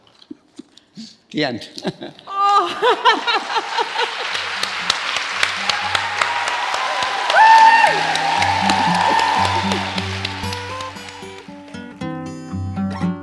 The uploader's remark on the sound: This week’s episode of Conversations of Inspiration was recorded LIVE at St Mary’s Church in Marylebone London, as part of the most incredible day in the small business calendar, The Congregation of Inspiration 2019. Recorded live, in a London church with the light streaming through the stained glass windows.